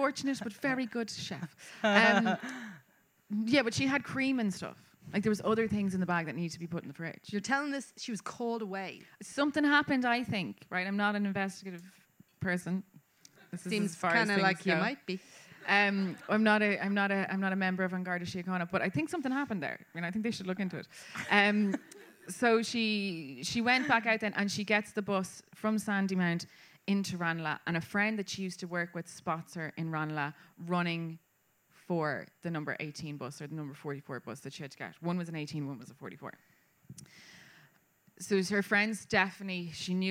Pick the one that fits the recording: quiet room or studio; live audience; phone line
live audience